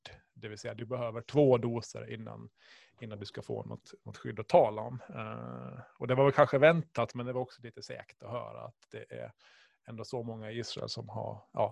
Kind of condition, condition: link, video call